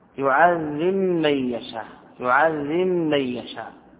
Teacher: أدغم الباء في الميم، يعذب من يشاء، يعذب من يشاء، هذا يسمى إدغام كبير.